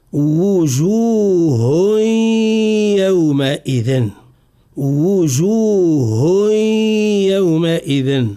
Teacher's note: تنوين الحرف الهاء في كلمة وجوه يجب أن ندغمه في حرف الياء بعده مع إبراز الغنة